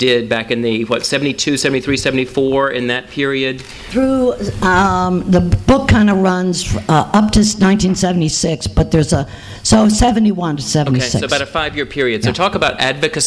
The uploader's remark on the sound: THIS EVENT WAS RECORDED LIVE AT SKYLIGHT BOOKS.